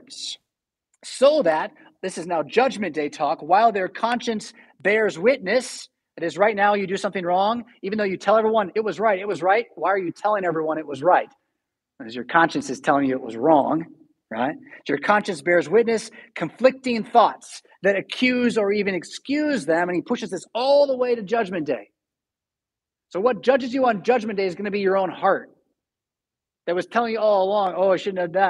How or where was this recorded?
large echoing room